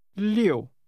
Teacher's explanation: Say again, 6, using a falling tone.